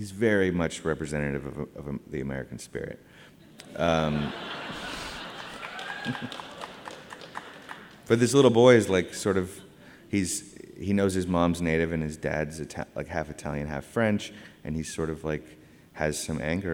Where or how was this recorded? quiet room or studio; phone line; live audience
live audience